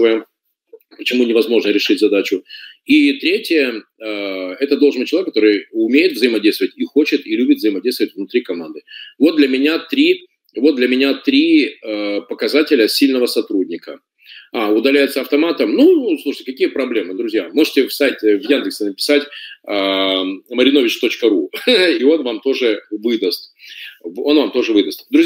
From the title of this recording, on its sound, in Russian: Запись вебинара.